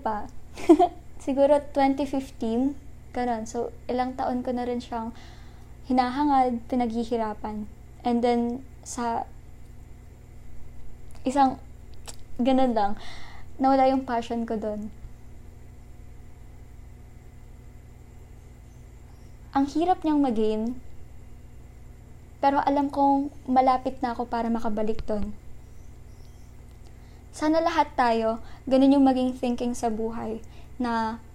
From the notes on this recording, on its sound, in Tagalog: Sorry sa background noises hehe pero sana naging clear pa rin.